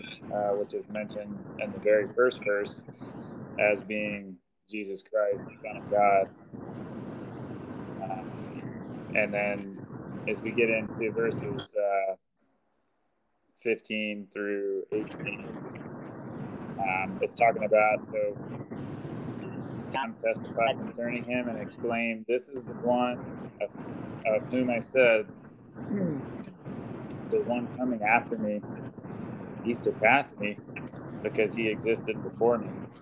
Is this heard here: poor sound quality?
yes